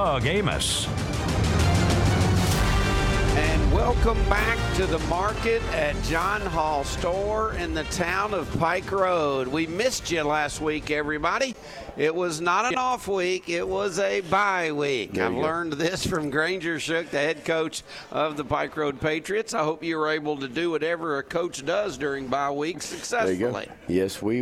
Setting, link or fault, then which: setting, busy venue